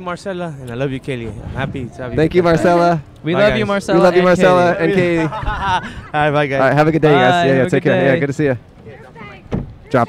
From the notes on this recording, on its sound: Recorded on Palm Avenue in Downtown Burbank, CA.